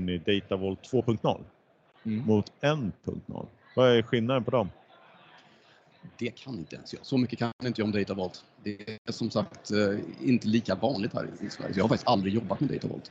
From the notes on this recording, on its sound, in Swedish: Veckans avsnitt är inspelad på Data Innovation Summit 2023.